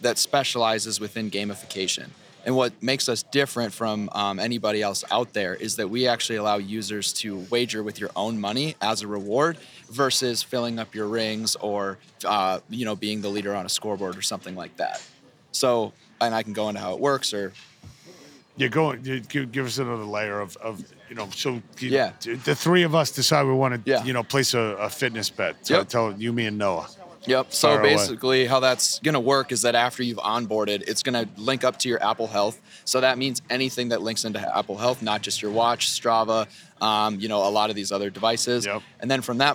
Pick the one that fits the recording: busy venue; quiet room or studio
busy venue